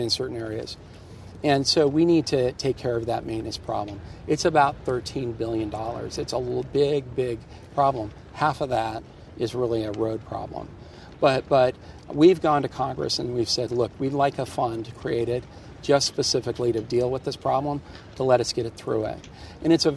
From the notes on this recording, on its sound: recorded at the base of the newly reopened Washington Monument